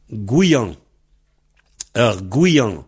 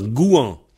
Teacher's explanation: Alors, en Est-Vanté, et les régions un peu limitrophes, il y a un I entre goût et an. Et ça donne Guyan. · Shown in: first take